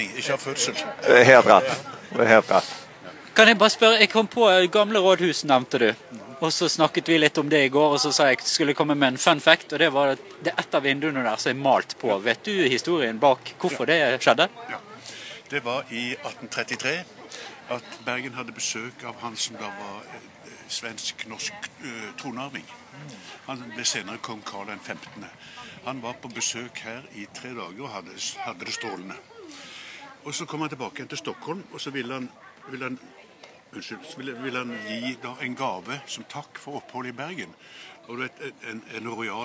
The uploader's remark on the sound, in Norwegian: Livesending fra Bergen historiske festival. Tok vi med oss mikrofoner og kamera og gikk rundt på Bergen historiske festival. Her traff vi mange festivalstemte deltakere og bidragsytere, og vi fikk tatt oss en prat med flere av dem.